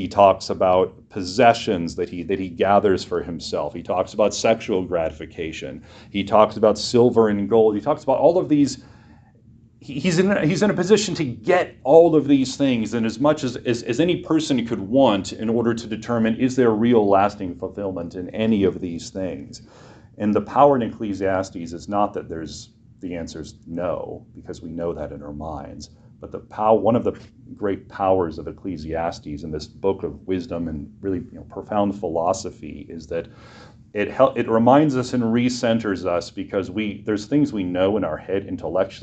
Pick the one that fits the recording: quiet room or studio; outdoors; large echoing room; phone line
large echoing room